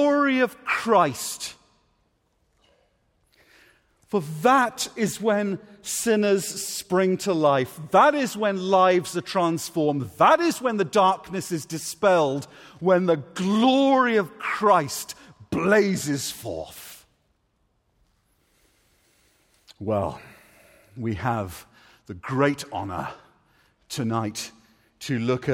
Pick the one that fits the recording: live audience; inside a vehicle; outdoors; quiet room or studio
live audience